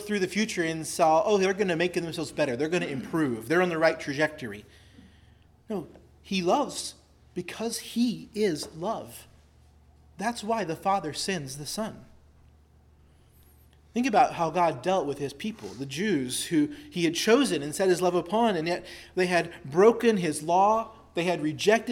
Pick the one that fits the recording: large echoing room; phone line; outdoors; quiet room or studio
large echoing room